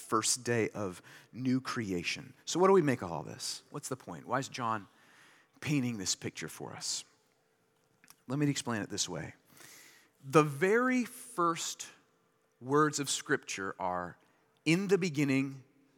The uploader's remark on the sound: delivered this sermon during Liberti’s Easter Sunday worship on April 9, 2023